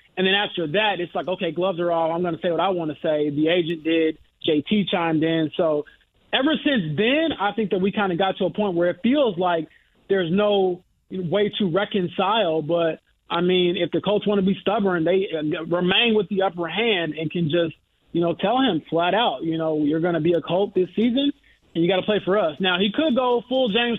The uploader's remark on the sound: He then opens the phone lines and takes a call on the Colts from a listener!